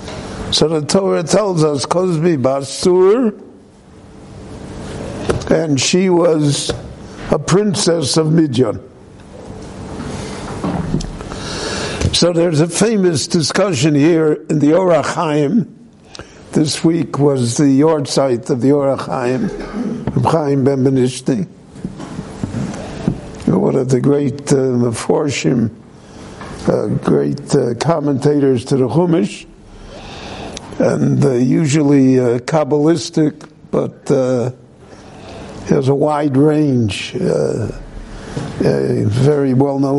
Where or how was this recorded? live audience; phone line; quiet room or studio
live audience